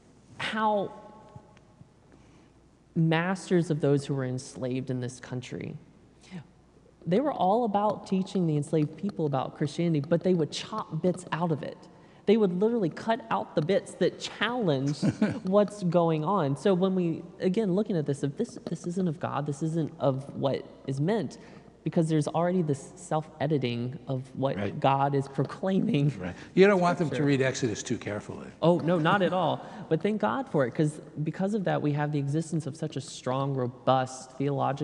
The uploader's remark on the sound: This episode is Part 2 of a 4 part series recorded live on Slavery and Reparations. Parts 2 and 4 are the Q&A portions with the live audience.